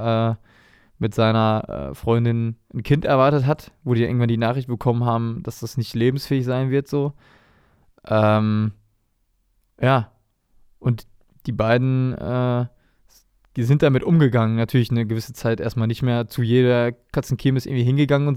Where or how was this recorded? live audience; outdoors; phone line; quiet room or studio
quiet room or studio